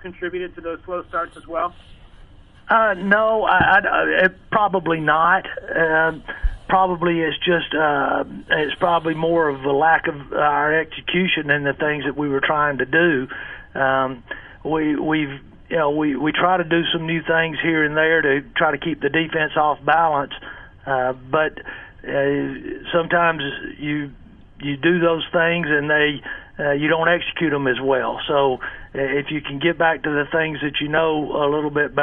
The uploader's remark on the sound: In Conference Call.